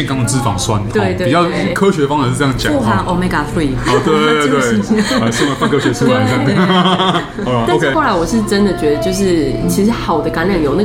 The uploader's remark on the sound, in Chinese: 本集白噪音指數：北風級 4/5。在台北深冬的晚間，一間提供東地中海料理的、背景音樂放得震天響的餐廳內。錄音地點： V&O Bar Kitchen。